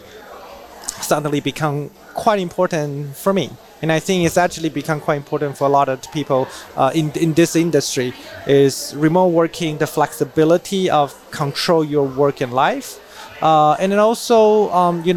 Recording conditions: busy venue